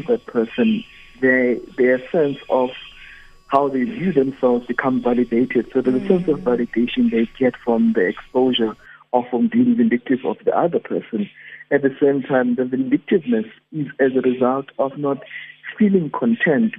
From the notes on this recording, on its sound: GUEST (phone)